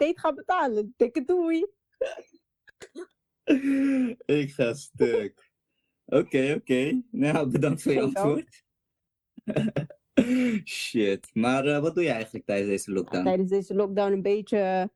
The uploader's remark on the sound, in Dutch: Omdat wij de richtlijnen van het RIVM volgen hebben er geen face-to-face ontmoetingen plaatsgevonden. Alle opnames zijn online op afstand gedaan. Hierdoor kan het zijn dat u de kwaliteit van de opnames niet van ons gewend bent.